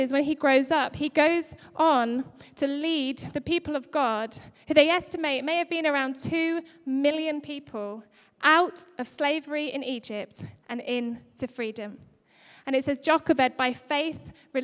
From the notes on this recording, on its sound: Recorded live at Life Church.